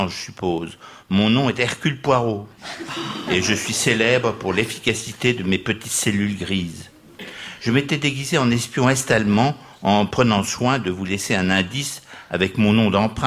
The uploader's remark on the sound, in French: Une émission enregistrée en public au studio 105 de la Maison de la radio.